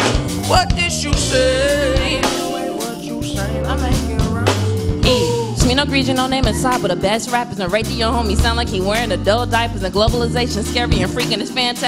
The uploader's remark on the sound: for the Tonight Show audience